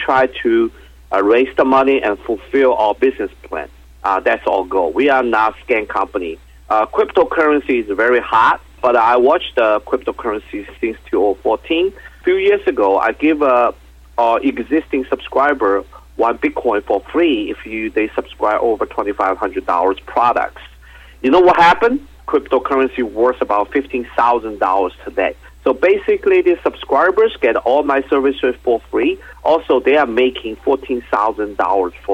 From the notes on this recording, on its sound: called in to SmallcapVoice.